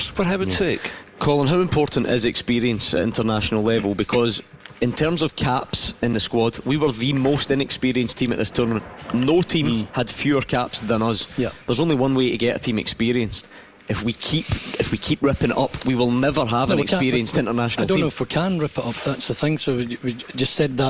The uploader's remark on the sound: live from Scotland HQ at Drygate Brewery